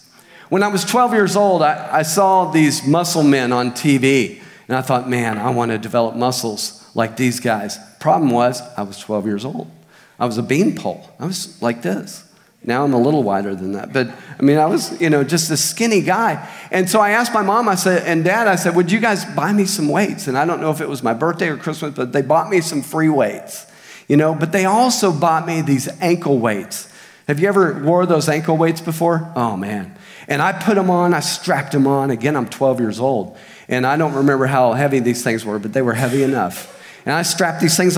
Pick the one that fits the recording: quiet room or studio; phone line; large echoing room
large echoing room